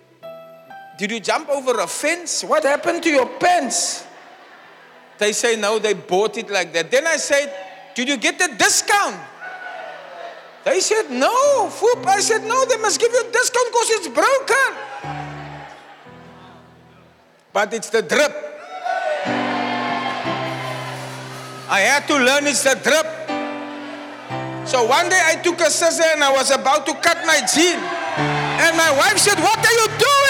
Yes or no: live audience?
yes